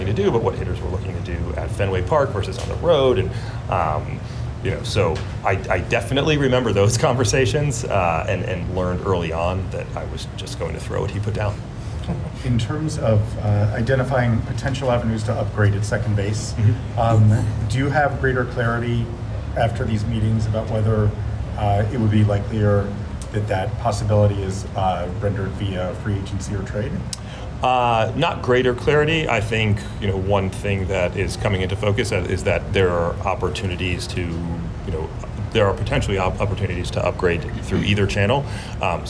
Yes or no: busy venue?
yes